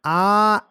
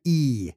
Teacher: our vowel I, when you think of it, doesn't really exist. It's a diphthong that you get by saying ah and then e.